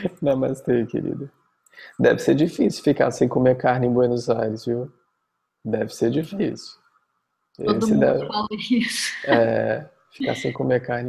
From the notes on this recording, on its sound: Online via Zoom